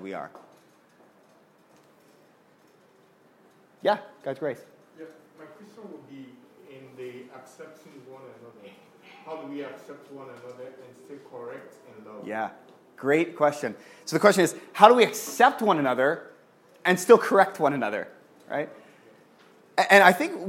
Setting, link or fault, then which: setting, large echoing room